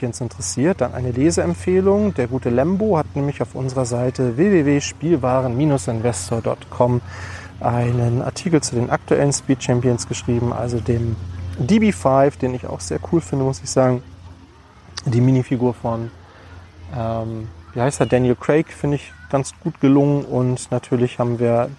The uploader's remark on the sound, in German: Eine Podcast Aufnahme im Freibad.